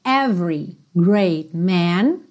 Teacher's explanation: Every também você não pronuncia esse E do meio